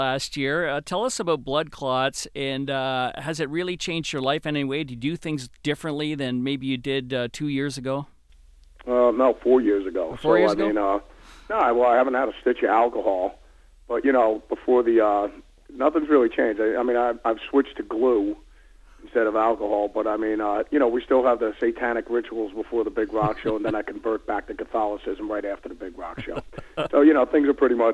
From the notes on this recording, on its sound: You never know what you're going to get when you get a rock star out of bed first thing in the morning for a phone interview. At 9am in L.A on phone.